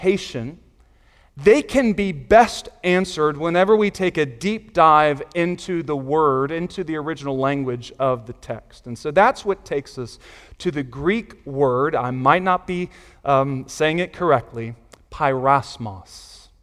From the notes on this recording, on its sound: Sunday Morning Sermon Audio